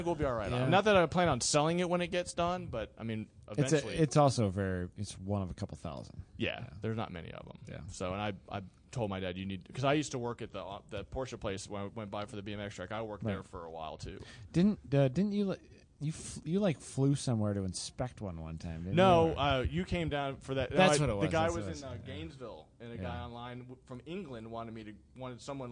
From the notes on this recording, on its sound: Late at night during #GRIDLIFE Round 4 at Autobahn Country Club